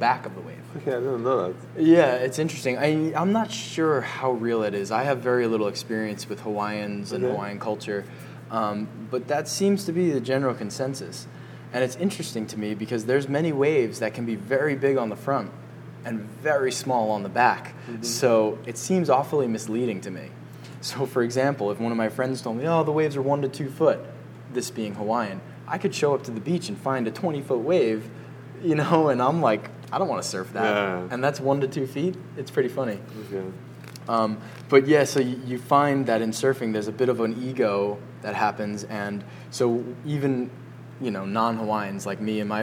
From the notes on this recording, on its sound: video recorded the entire episode at Georges Lighthouse Cafe in Montauk, NY